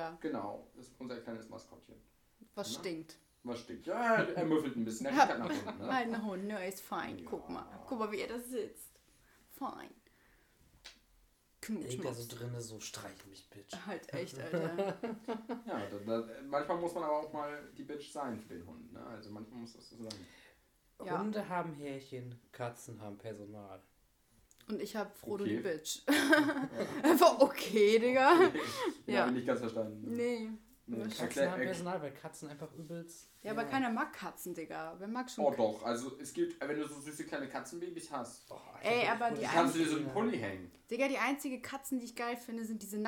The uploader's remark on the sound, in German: Außerdem spiegelt die Aufnahmequalität nicht die wider, die sie in Zukunft sein wird.